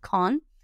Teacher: Con, como dijéramos con, pero con la O más cerradita. Acuérdense que las vocales en inglés no son abiertas como con, sino más cerraditas, con.